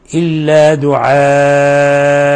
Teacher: نقف عليه بأن نبدله ألفا، وهذا يسمى مد عوض